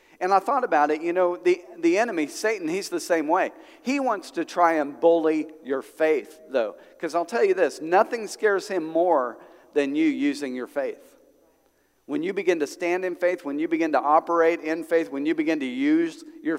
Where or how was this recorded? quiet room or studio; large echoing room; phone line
large echoing room